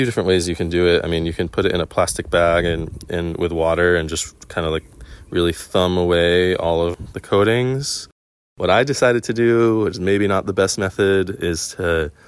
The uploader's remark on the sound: Coming to you live from the back of Palolo valley on the Island of O'ahu